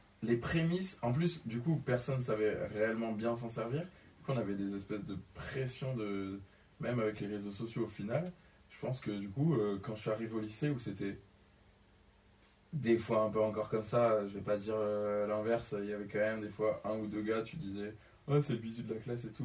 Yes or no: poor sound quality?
yes